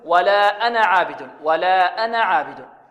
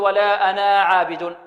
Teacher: البعض يقرأها يقول ولا أنا عابد، هذا خطأ، ولا أنا عابد خطأ. إذن الألف مرسومة رسما موجودة، لكن في النطق لا ننطقها في حالة الوصل · Shown in: first take